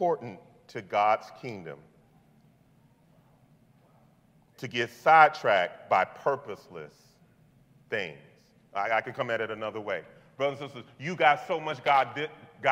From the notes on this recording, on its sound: This message was delivered on November 20th 2022 at New City Fellowship: West End in St. Louis, MO.